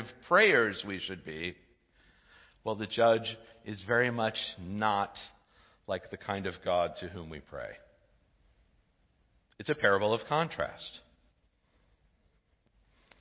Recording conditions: large echoing room